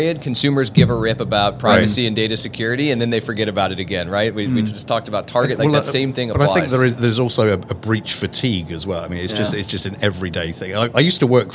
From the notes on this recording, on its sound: This was recorded at the Money20/20 Show in October 2022